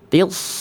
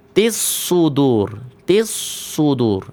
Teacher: T-nya tipis dia, tapi masuk ke huruf sad menjadi tafkhim. · Shown in: first take